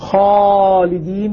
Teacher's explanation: فالألف متغير تابع، يقول خالدين فخمت الألف تبعا للخاء